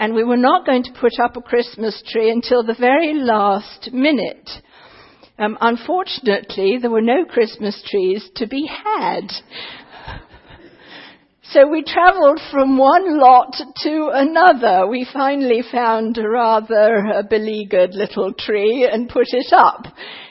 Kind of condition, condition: setting, large echoing room